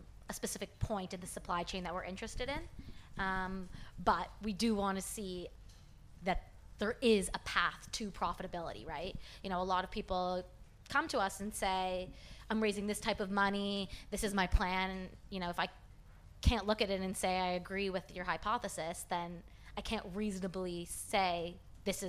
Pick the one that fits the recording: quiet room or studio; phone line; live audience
live audience